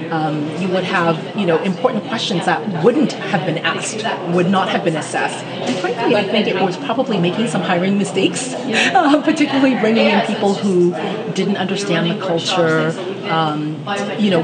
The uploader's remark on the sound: on location at Naseba's 11th Human Capital Forum MENA on the 25th -26th May, 2016 at Sofitel Dubai The Palm, Dubai, UAE.